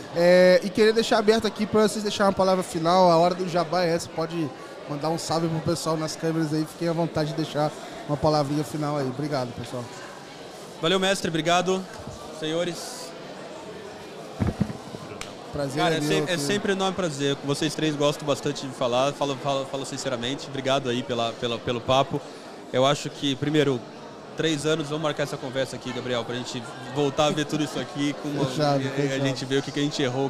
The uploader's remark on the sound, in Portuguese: episódio gravado especialmente no Fintouch 2022